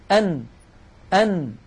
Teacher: فالنون تتألف من جزء لساني سوف نتكلم عنه عند كلامنا على الحروف اللسانية، ويصاحب هذا الصوت من الخيشوم وهو الغنة. أن أن، فلو سددنا الأنف أن أن، نلاحظ بأن الصوت قد اختل.